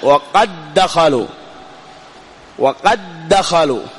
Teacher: دال مع دال، أدغم الأول في الثاني